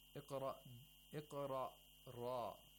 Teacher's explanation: Ra has tafkhim. It should be pronounced thickly.